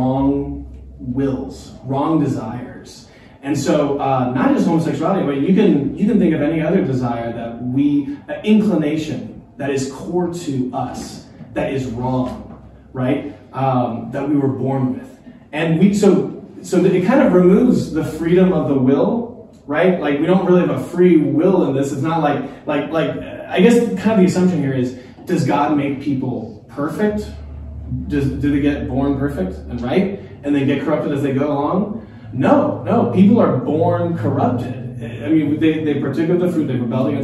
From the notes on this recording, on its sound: A live Q&amp;A time after the live talks at New King Church. A live Q&A time after the live talks at New King Church.